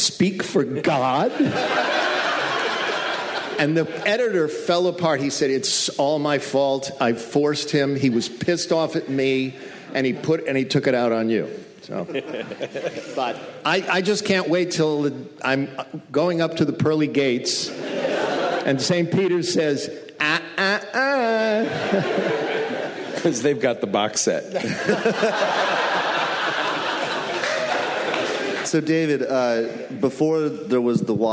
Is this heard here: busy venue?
yes